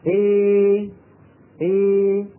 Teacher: هذا الصوت الناتج تسميه العرب الألف الممالة، الألف الممالة. يعني ما هي ألف صافية، وإنما صوتها نحي به نحو صوت الياء · صار عندي مثلا لو حبينا نعمل رسم بياني، نقول مثلا هذه الألف تخرج بفتح الفم، هذه الياء تخرج كما قلنا من وسط اللسان مع خفض الفك السفلي إلى أسفل قليلا. طيب، أنا أستطيع أن أفتح فمي نصف فتحة وأن أخفض فكي وأعمل مخرج الياء نصف إعمال في آن واحد، فينتج عن هذا العمل الخليط، الخليطي خليط بمعنى مخلوط، صوت فيه شيء من الألف وفيه شيء من الياء.